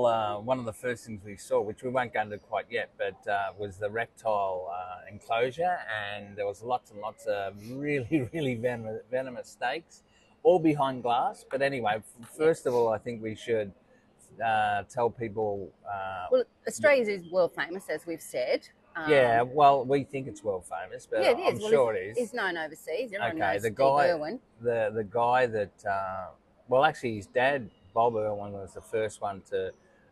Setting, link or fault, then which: setting, outdoors